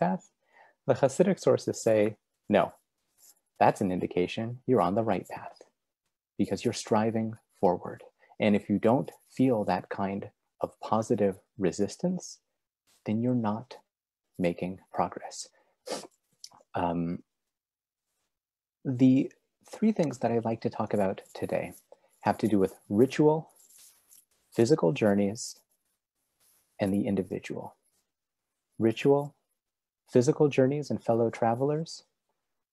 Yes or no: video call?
yes